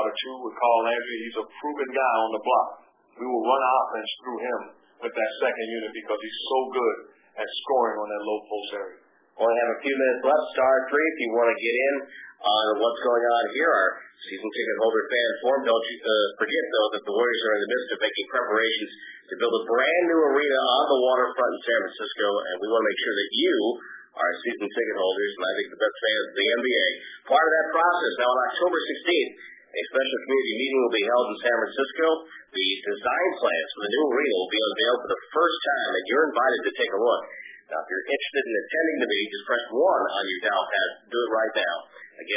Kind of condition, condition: link, phone line